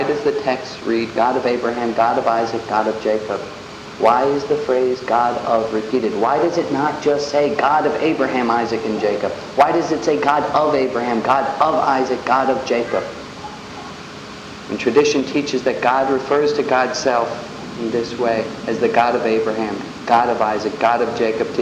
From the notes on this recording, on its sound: The audio quality isn't the best.